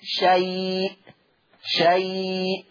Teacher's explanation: شيء دي فيها التوسط والإشباع، أربعة وست حركات · Term: مد اللين المهموز